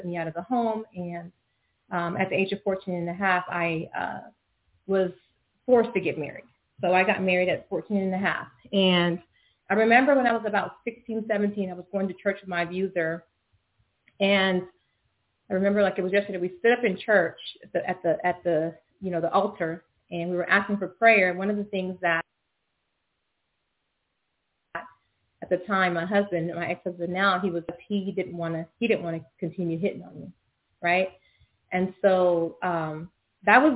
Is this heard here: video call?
no